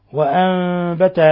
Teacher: نون ساكنة جاء بعد حرف الباء الحكم التجويد إقلاب